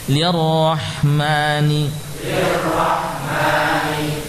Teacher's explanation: Temu ro fathah dibaca tebal.